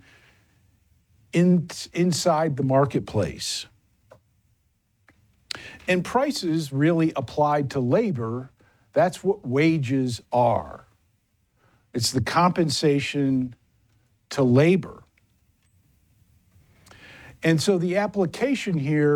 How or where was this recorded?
large echoing room